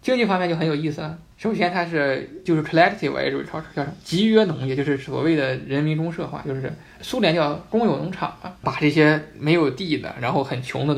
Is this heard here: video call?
no